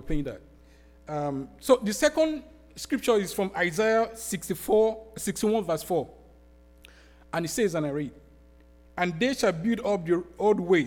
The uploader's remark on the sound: Sermon preached at RCHP on April 23, 2023.